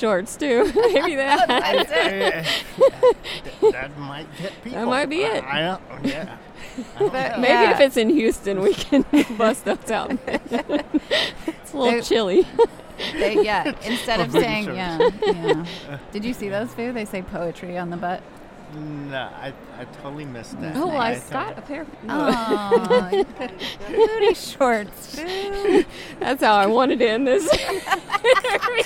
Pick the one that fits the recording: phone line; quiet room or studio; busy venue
busy venue